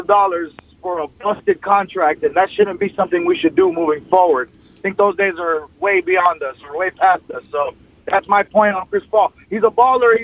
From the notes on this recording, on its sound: Opens up the phone lines and boy does LA have a lot to say.